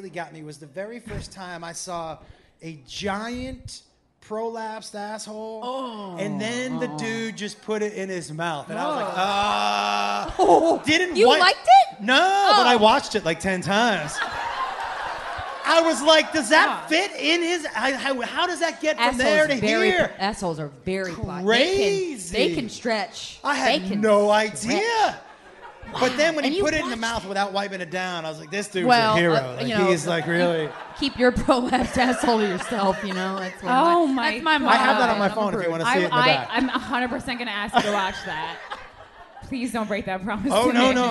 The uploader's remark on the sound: Live from Nashville. We’ve got an extra special LIVE episode for you!